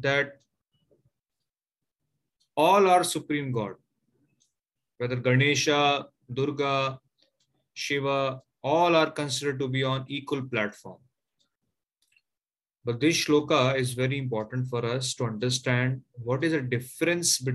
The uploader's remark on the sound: Zoom classes